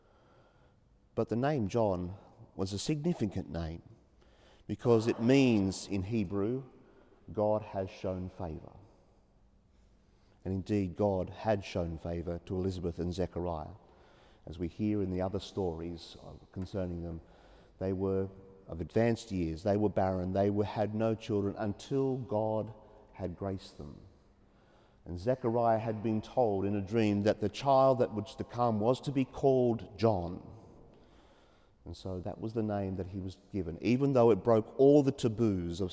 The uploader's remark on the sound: 30pm Saturday evening Mass at Sacred Heart Cathedral, Hamilton.